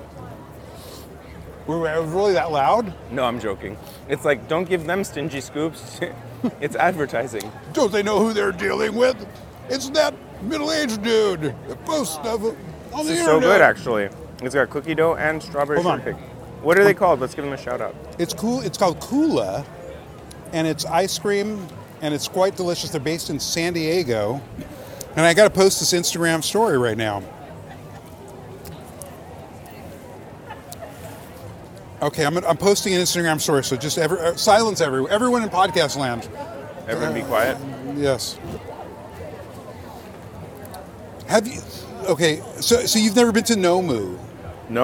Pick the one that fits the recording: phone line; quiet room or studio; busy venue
busy venue